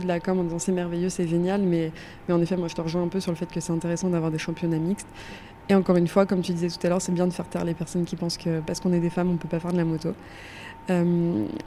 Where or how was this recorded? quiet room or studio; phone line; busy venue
busy venue